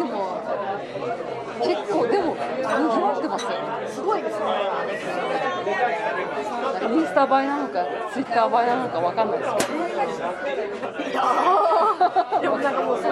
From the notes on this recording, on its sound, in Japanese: 神田駅オフ会（？）収録三軒目です！居酒屋での収録の為、外野が大変騒がしくなっております。